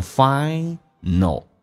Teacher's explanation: 当 a 跟 l 在一起的时候在美式发音 a 会被 l 所吸收，也就是那个 a 不发音